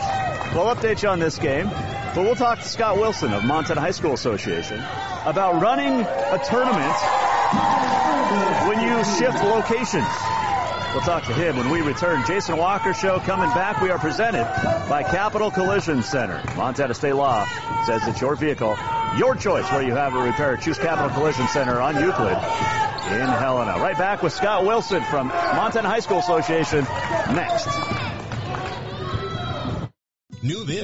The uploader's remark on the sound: Live from Day 3 at the State A Combined at Great Falls.